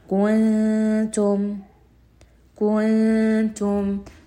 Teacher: So you merge that noon sound into the letter or the makhraj of the ta. · Term: ikhfa